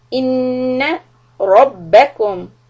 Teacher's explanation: press the hamza but not the noon, but hold the noon shadda